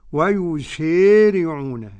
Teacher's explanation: ويسارعون بإمالة الألف بعد السين